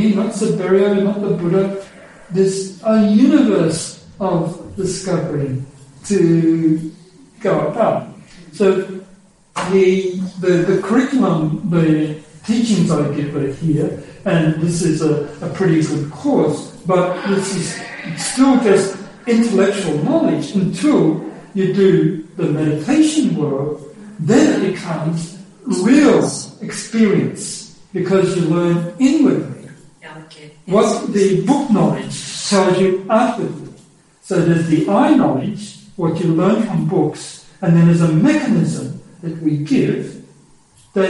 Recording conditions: poor sound quality